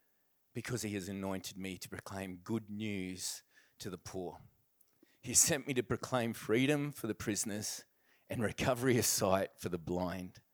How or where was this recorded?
large echoing room